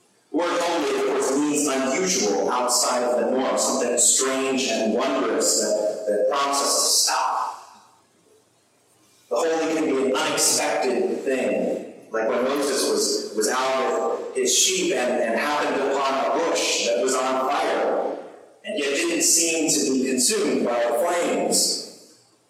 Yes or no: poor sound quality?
yes